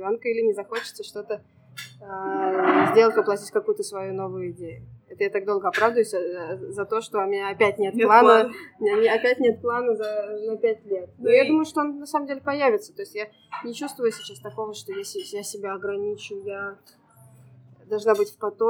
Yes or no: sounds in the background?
yes